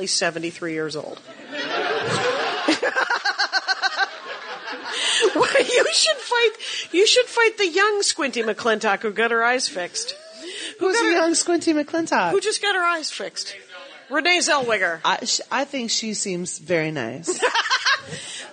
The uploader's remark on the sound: LIVE at NYCPodfest!